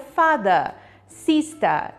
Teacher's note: Vamos pegar o som er no final da palavra father sister, que no inglês americano vocês percebem que eles realmente forçam esse som do ER, fica er. Já no britânico, eles falariam fada, sister. Então esse ER vai ser a.